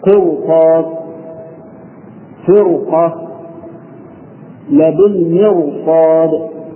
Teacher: الساكنة تفقع قولا واحدا مثل الراء في كرطاس وفرقة وبالمرصاد، يعني هذه ثلاث كلمات الراء فيها ساكنة مكسور ما قبلها ولكن جاء بعدها حرف استعلاء فلهذا فخمت · Term: مفخمة